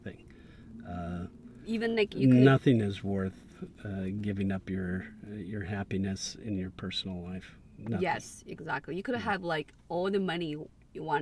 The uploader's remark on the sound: Cat Jam In The Car.